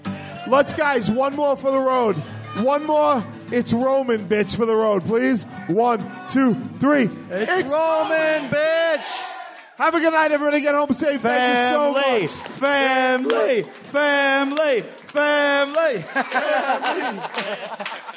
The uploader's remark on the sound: Recorded March 31st at the Gotham Comedy Club. The first ever live WSY in the United States! At the Gotham Comedy Club immediately after the Furious 7 screening.